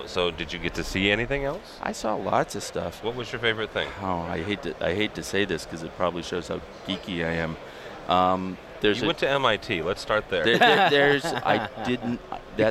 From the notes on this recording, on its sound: Live from ISE 2015. The world’s biggest AV show.